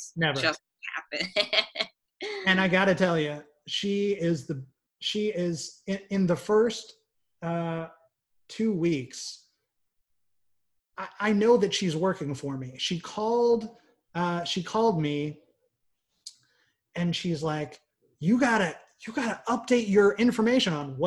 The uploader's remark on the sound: Recorded via Zoom